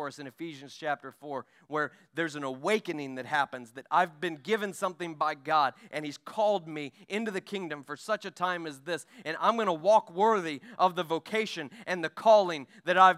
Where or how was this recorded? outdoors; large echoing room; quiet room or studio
large echoing room